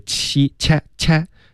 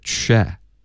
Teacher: Check 的区的音开头嘴唇要撅起来，不能发成一个七恰恰，是 che. · Shown in: second take